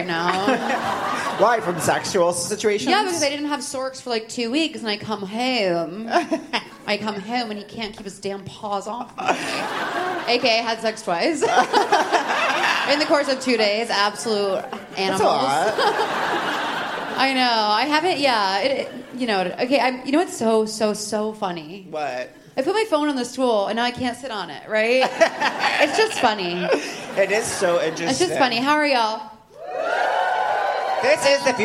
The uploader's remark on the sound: live on stage at The Bell House